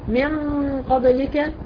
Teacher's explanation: النون ساكنه جاي بعدها قاف اخفاء حقيقي، والغنه هنا حكمها مفخمه